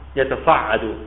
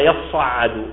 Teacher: قلبت التاء إلى الطاء أولا ثم أدغمت في الصاد · Shown in: second take